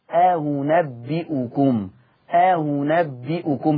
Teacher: حكم الهمزة الثانية التسهيل قولا واحدا